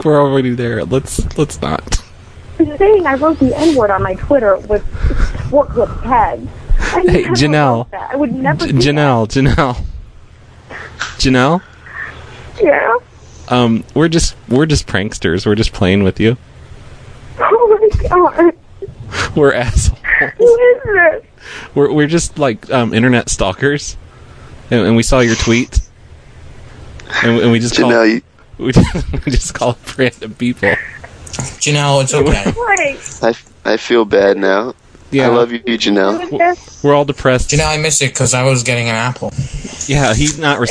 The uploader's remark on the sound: Prank Phone Calls